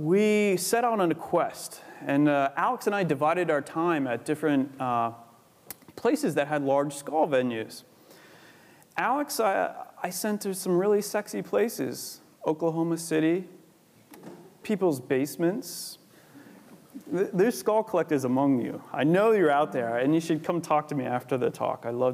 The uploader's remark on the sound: Recorded 25 September 2014 at the University of Edinburgh's Anatomy Lecture Theatre.